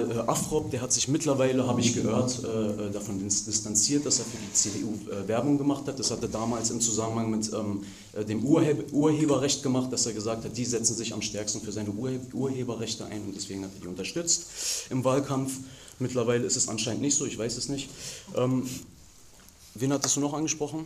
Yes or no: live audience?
yes